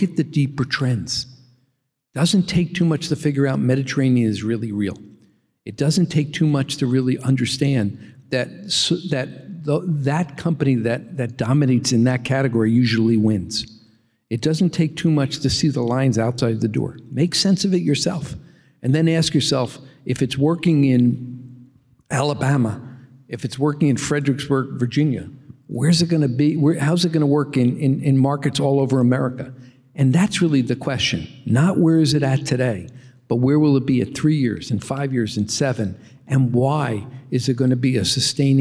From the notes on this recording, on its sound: At a live Motley Fool member event in New York